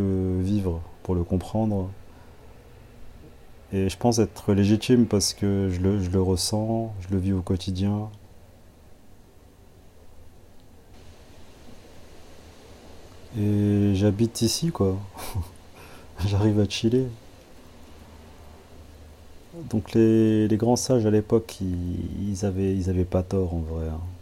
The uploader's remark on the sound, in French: Live Chill - Par terre chez moi. Mon attention est portée sur le bruit autour de moi, provenant de la vie du quartier, des voisins, de la nature...